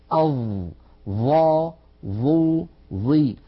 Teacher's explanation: الظاء لابد من أن نضع طرف لساننا على أطراف أسناننا العليا هكذا، الطرف على الطرف، طرف اللسان على طرف الأسنان العليا، أظ ظ ظو ظي.